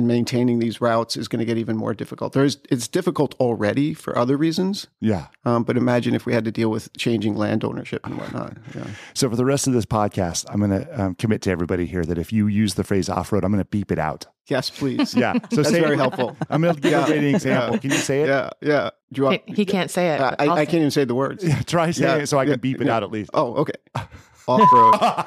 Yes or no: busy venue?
no